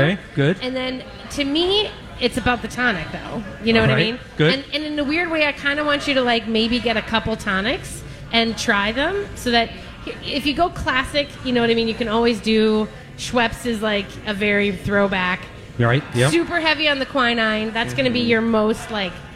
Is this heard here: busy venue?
yes